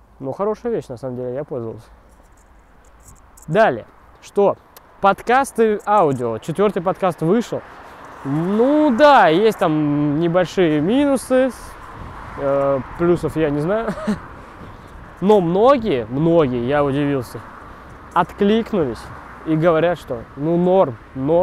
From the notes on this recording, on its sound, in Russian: который был записан пока я шёл от автобусной остановки до общежития